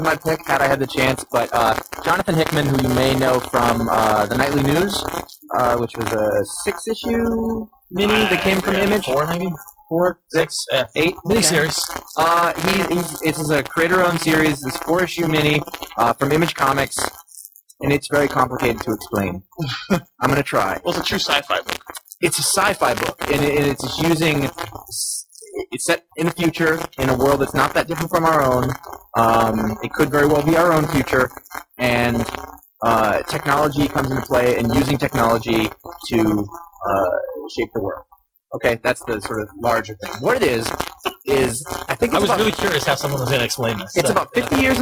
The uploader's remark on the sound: Live, from Jim Hanley's Universe. The live show gremlins have reappeared.